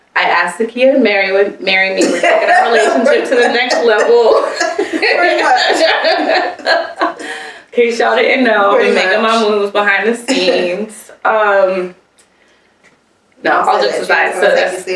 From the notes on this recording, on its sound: one of these days, the mic will do as it's told.